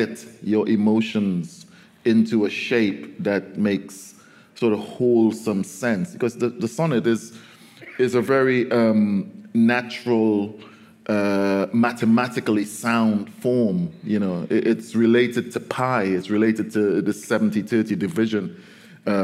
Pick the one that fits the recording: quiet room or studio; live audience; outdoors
live audience